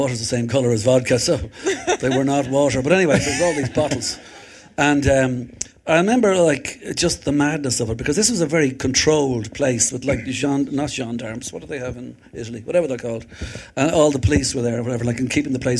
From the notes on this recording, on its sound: From #U240 in Cleveland at the Rock Hall we recorded a live conversation. Thanks to the Rock & Roll Hall of Fame crew for recording this episode for us.